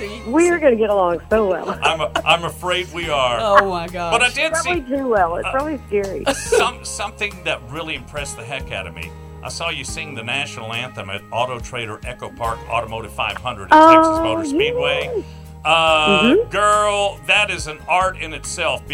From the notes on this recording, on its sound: called